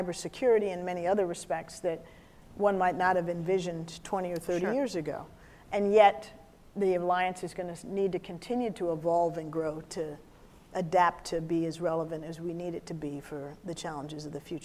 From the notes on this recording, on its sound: a keynote discussion at the Future Strategy Forum conference on April 2, 2019